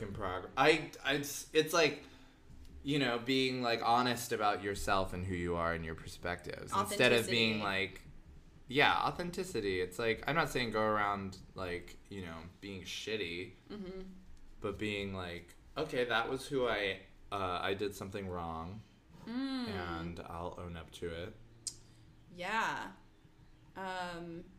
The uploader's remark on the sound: The audio file was corrupted so they are releasing a LOST EPISODE from before their podcast had a name (and before they knew how to capture decent audio -- sorry, it might be a little quiet).